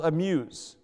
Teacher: You don't see that A much, amuse, but you're not accenting the A, you're really accenting the M